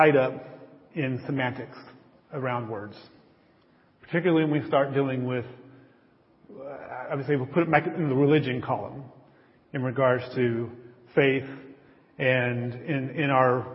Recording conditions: large echoing room